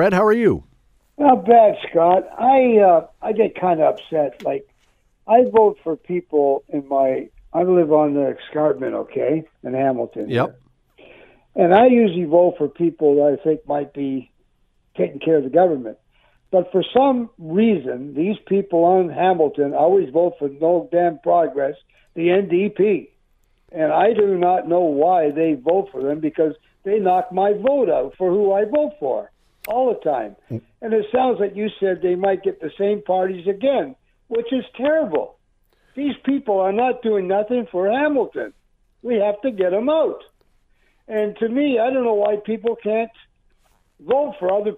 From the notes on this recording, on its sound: We opened up the phone lines to get your take!